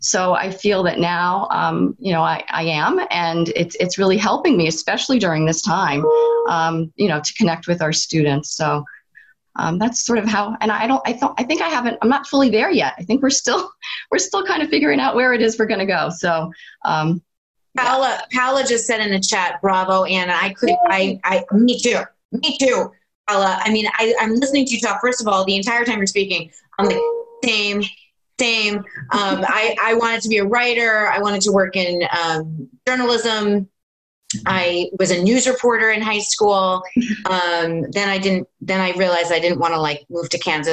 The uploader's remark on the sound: Live from Home. Moderate a virtual panel.